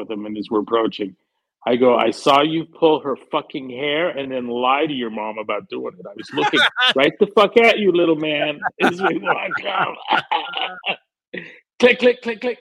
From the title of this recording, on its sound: Live Call